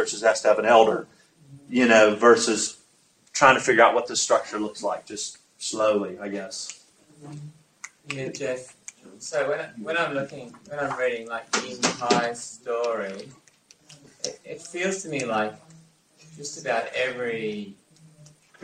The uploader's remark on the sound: At a Community of Practice held in Sydney. Apologies for the audio quality.